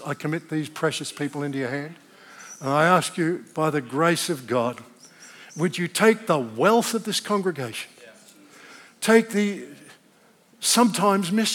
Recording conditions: large echoing room